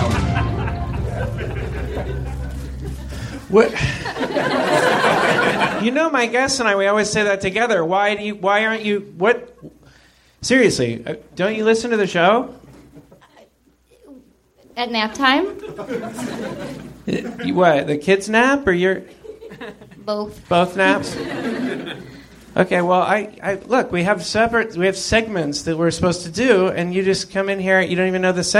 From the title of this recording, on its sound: Live from Nerdmelt